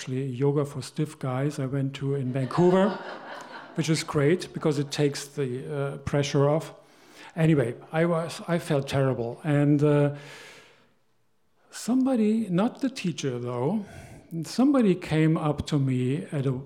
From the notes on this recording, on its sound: These stories were told and recorded in front of a live audience. At Wellfleet Preservation Hall in Cape Cod, Massachusetts.